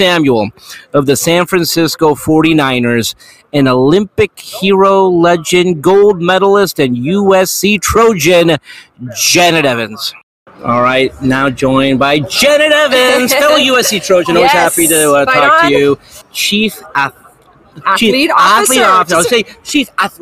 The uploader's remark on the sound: live from Super Bowl Media Row